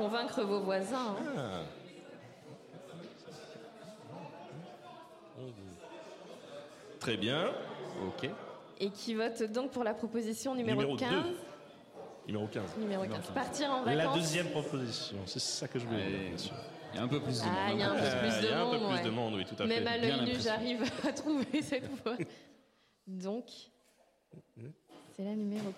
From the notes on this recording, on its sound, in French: Voici l'épisode spécial, enregistré en live et avec du public à Rennes, pendant le festival PodRennes.